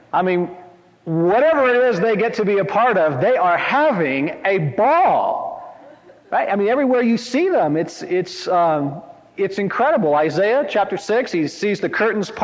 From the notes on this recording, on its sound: from this 1997 conference